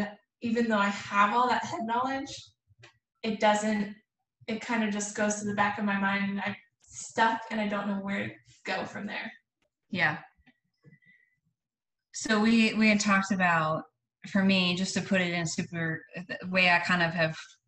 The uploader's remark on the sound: This episode was recorded from a video conversation, so you'll have to forgive the fact that it sounds like I'm in a tin can. It wasn't originally intended for podcast listening.